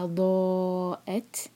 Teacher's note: تا پر جب سکون ہوگا تو تا پر حمز کریں گے، حمز مطلب ہوا کے ساتھ پڑھیں گے